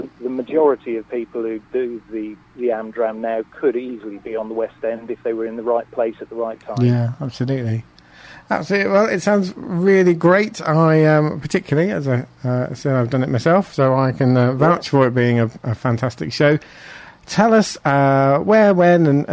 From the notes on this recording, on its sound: joined on the phone